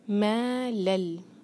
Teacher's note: لام کی تنوین کے بعد لام ہے ادغام بغیر غنہ کا